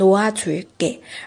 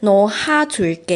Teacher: 就有音变了，读成挪阿垂给，而不是挪哈垂给是不对的啊，是挪阿垂给。呵就脱落了发音的时候 · Shown in: first take